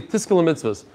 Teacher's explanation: if you listen to people say Tiskel Mitzvahs, it sounds like a sin and not a Zion